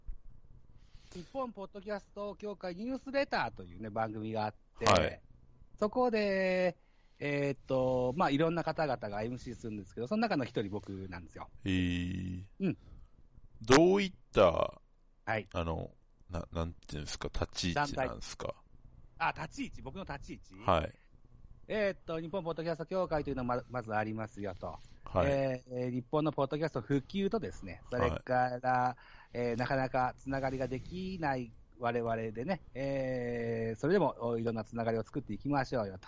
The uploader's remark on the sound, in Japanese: 音割れがひどくてすみません